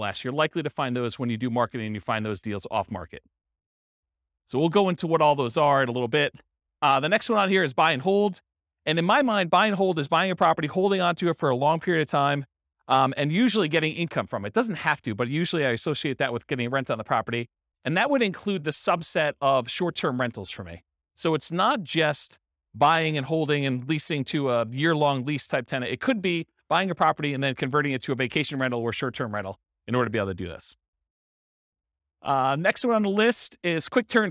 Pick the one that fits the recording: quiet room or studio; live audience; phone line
live audience